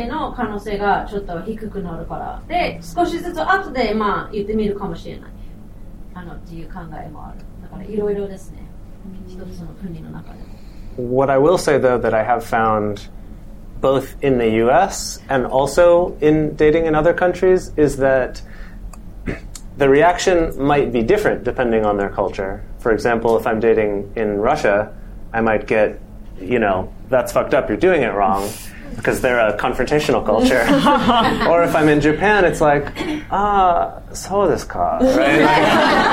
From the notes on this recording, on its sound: Live Show in Tokyo. Live episode recorded at Good Heavens British Pub in Setagaya.